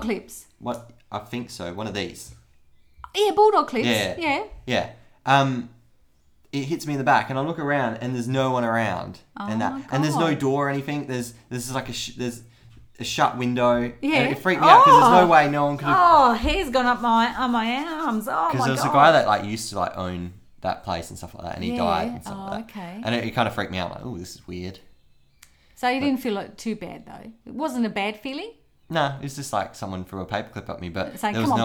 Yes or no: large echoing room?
no